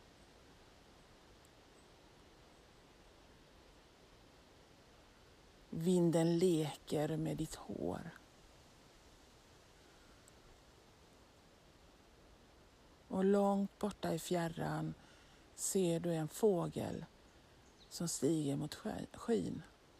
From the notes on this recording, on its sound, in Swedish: En solig dag i naturen med vind och enstaka fågelljud… några rådjur kom förbi och tittade på mig när jag spelade in, det var magiskt!